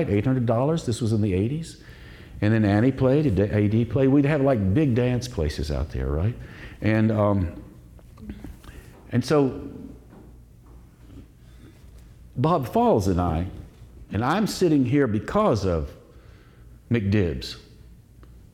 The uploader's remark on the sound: Live at The Story Parlor. In a unique, live-spoken word show. This event occurred at The Story Parlor, Asheville's intimate listening room.